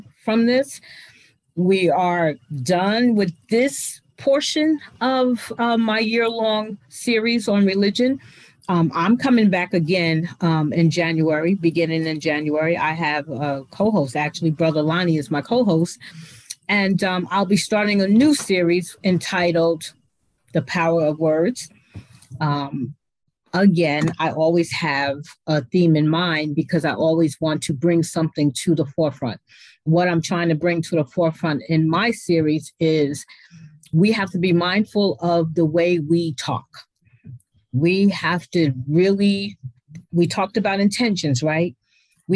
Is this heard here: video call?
yes